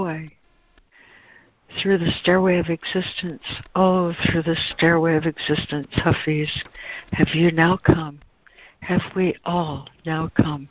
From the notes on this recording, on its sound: ACIM Daily Conference Call.